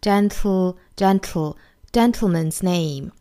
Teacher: 应该是呢有个舌侧音，舌尖顶上齿龈之后送气 · Term: 舌边爆破